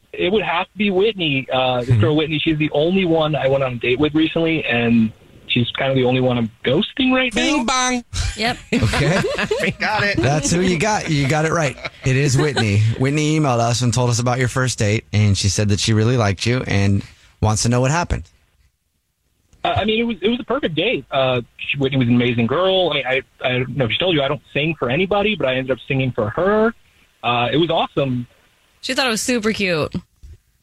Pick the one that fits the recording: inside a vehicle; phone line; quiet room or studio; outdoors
phone line